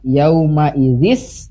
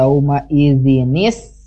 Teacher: apabila ada hamzah wasol sebelumnya ada vokal an un in, itu ada nun wiqayah ya di antaranya. Jadi ada tambahan bunyi ni. · Shown in: second take · Misalkan kalau vokal an jadi anni, vokal in jadi inni, vokal un jadi unni.